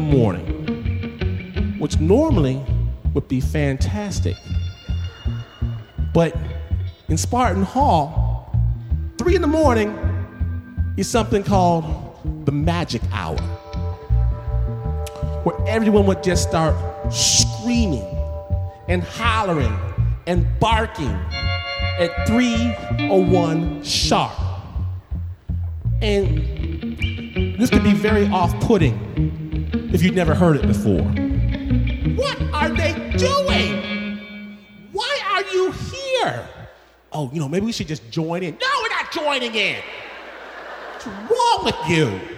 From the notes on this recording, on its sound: This story was performed at Snap LIVE in Los Angeles and was presented by KPCC.